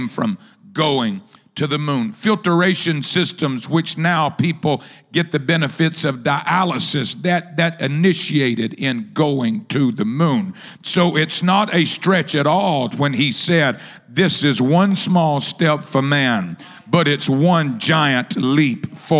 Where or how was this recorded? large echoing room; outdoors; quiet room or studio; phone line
large echoing room